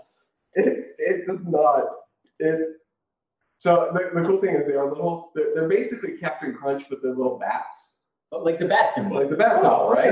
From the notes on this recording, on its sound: Record their session live in person on what sounds like a recording device from the 40's. Despite numerous technical issues.